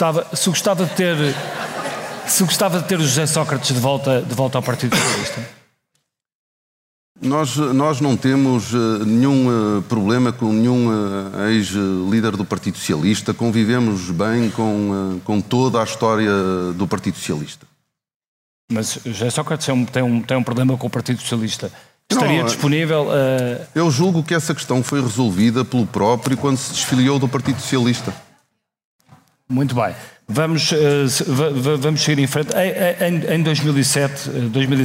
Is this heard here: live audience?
yes